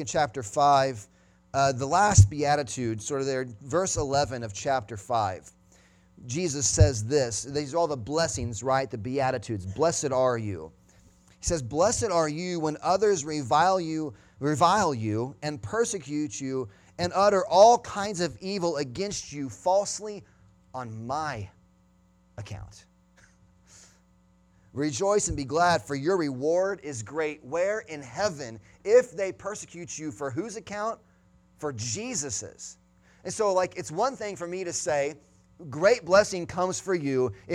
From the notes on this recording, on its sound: Sunday Morning Sermon Audio